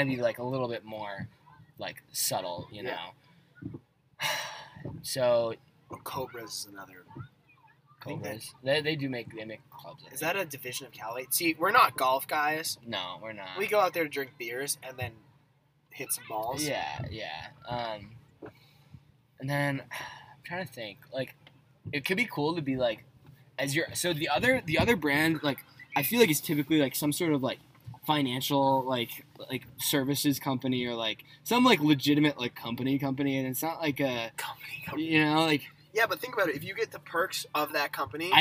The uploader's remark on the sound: Recorded on a boat.